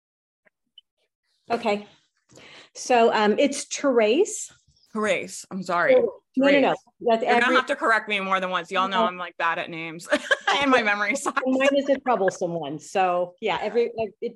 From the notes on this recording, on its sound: Zoom Coaching Call Replay. I am sharing a replay of zoom coaching call from my training series called REIGNITE.